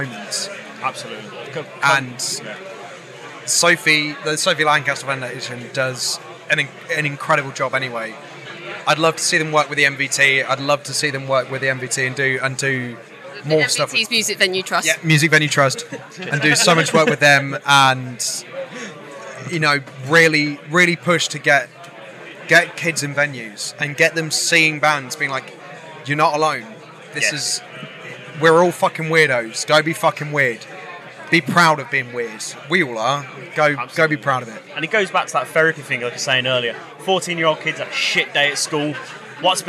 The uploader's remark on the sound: Live from Bloodstock 2023. Their set at the festival earlier on that day on the Sophie Lancaster stage.